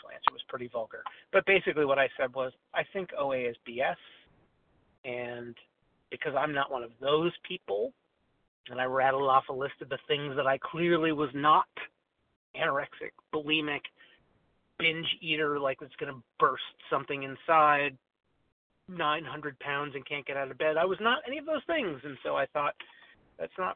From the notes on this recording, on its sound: 100 Pounders Phone Meeting, 1/28/23.